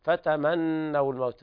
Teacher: الواو لا تمد لالتقاء الساكنين